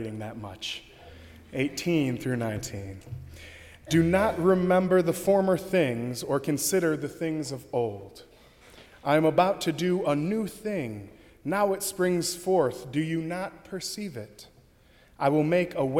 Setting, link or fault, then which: setting, large echoing room